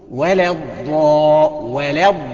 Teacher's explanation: لاحظ ان اللام اللي بعد الألف جت مرققة لأنها من حروف الاستفهام ما نقدرش نفخمها، تمام؟ · لأنه مد لازم نمده ست حركات بمقدار قض وبسط الأصبع